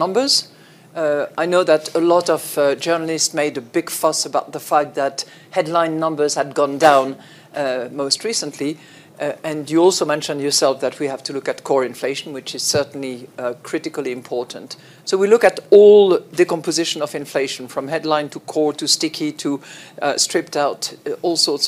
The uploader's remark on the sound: Davos 2023. A panel of top experts digs into this topic at the 2023 Annual Meeting in Davos Switzerland. This conversation was recorded at the Annual Meeting in Davos Switzerland 19 January.